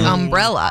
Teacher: the emphasis is kind of on the E. Ella.